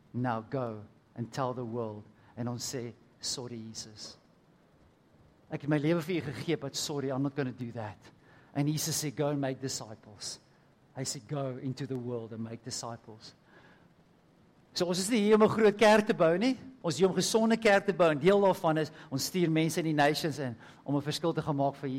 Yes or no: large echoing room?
yes